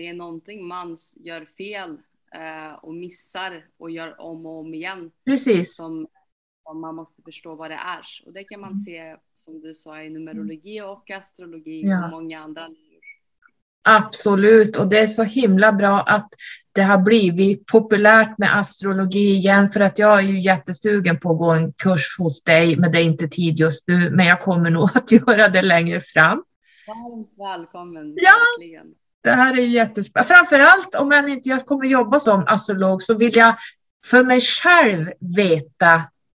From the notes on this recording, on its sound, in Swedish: Jag hörs bra så blev tvunget att skruva upp volymen och då blev min röst ännu starkare.